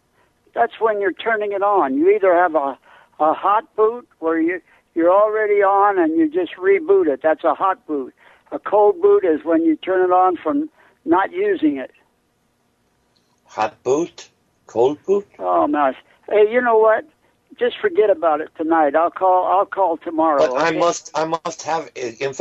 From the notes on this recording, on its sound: …'s Personal Prank Phone Calls Collection.